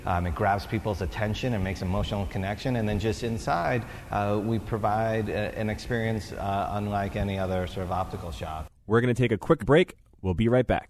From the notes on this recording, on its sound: Recorded at the Forbes 30 Under 30 Summit in October 2016.